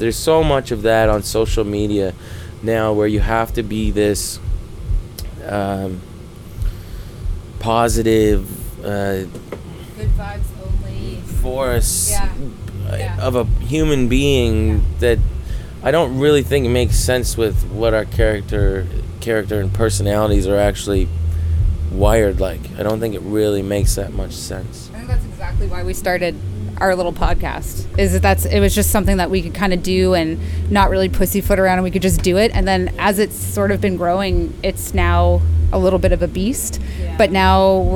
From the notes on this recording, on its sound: This month, we were at the Area 506 festival in Saint John, hosting a special "strange" lounge backstage for all the artists.